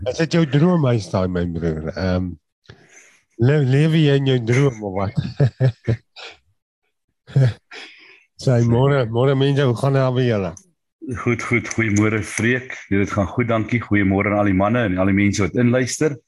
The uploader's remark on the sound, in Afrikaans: Manne van die Woord Zoom Byeenkoms